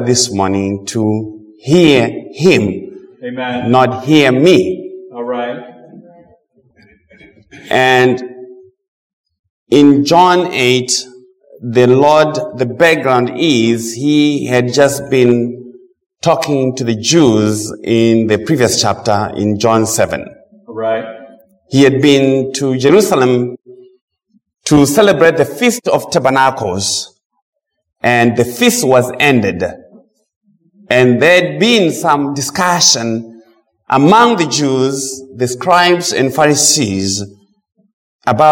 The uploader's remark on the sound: Preached at Mt Zion Missionary Baptist church, TN